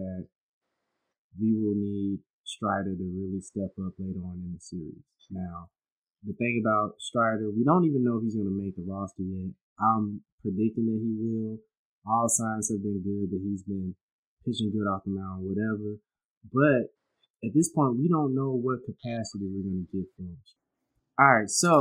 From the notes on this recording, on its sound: apologies for the audio issues throughout episode!